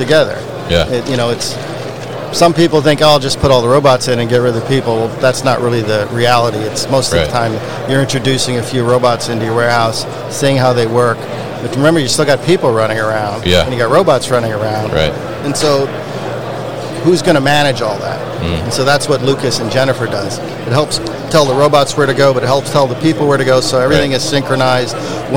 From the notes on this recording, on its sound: live from ProMat 2023